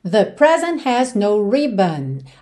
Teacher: você nem ouviu o T de present